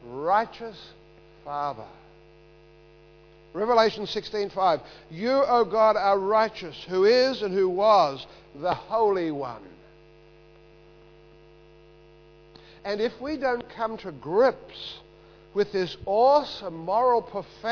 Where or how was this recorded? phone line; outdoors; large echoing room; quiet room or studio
large echoing room